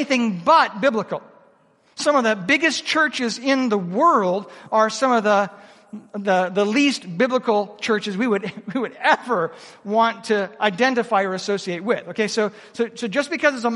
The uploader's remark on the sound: Proclaim Conference 2023 - Seminar 4